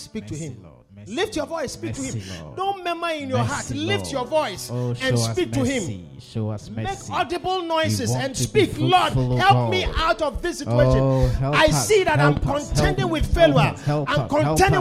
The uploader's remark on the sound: Preached at The Victory Secrets Service.